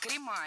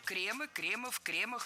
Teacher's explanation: Ударение сохраняем на первом слоге во всех формах. · Shown in: second take · И обратите внимание, в именительном падеже множественного числа окончание «ы», причем безударное «кремы».